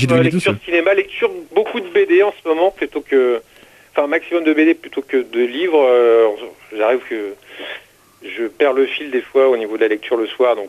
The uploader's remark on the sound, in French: qui reçoit par téléphone le dessinateur